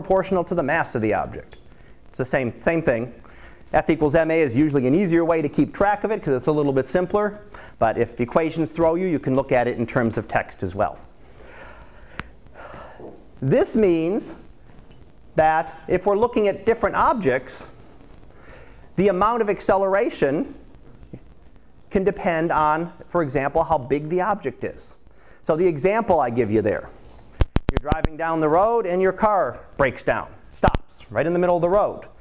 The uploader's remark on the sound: Live Class Lecture